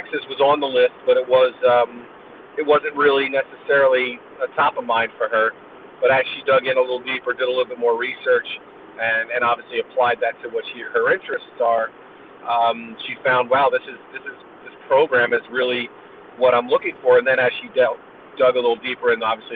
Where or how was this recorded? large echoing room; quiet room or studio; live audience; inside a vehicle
inside a vehicle